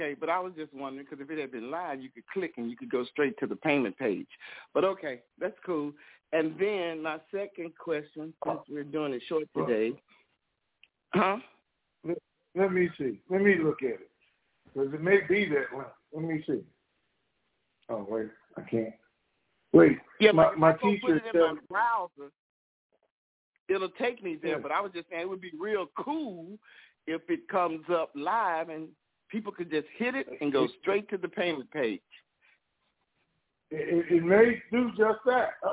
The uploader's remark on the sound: TNTSuperfantastic Conference Call - Friday, December 23, 2022